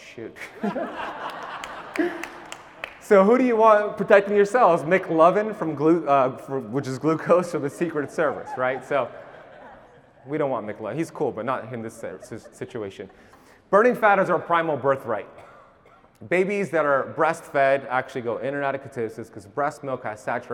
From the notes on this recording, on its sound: 40 minute keynote lecture at KetoCon Austin 2022